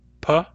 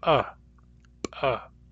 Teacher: There's a plain P, pa, and a glottalized P